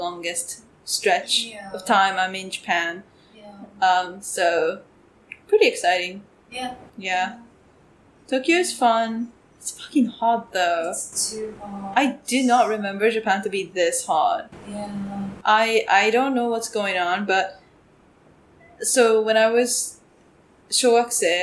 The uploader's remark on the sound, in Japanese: 今回音声クオリティ低めです